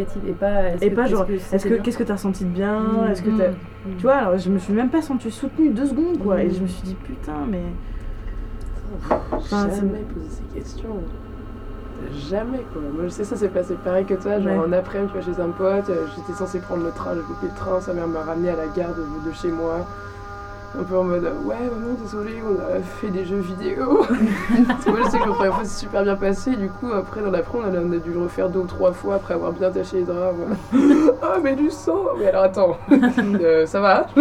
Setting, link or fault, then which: setting, busy venue